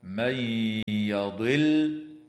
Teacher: وتدغم النون الساكنة في الياء مع الغنة في قوله تعالى: من يضل.